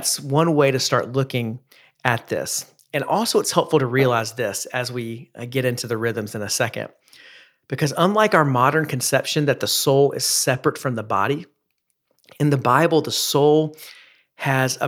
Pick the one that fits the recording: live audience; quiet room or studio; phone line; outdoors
quiet room or studio